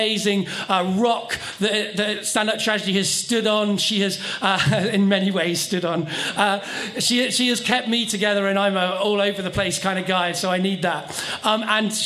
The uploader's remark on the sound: The second act of our Tragic Autumn live show which took place at the Hackney Attic on October 16th. Live recordings.